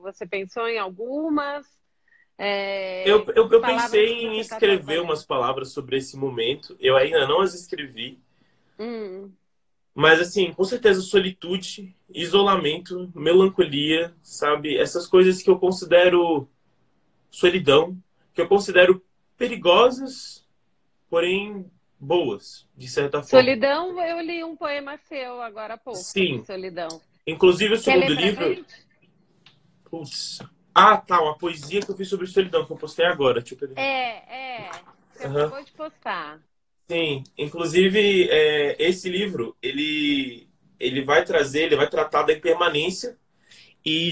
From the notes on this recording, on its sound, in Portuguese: Direto do isolamento, em sua casa em Brasília.